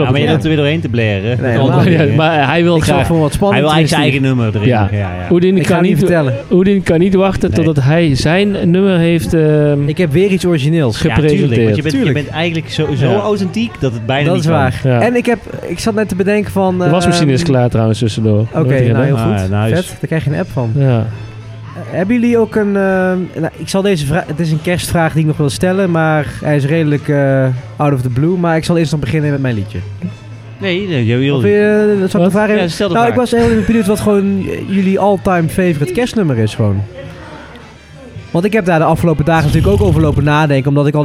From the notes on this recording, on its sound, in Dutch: live vanuit cafe Steck in Tilburg